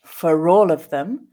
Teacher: I made a stop in my throat in between that for and pronouncing the all